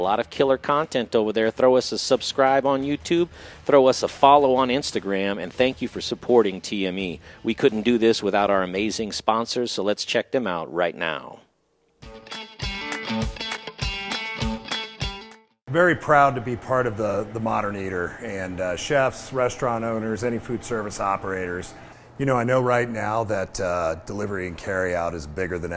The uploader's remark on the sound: We're live at Blake Street Tavern downtown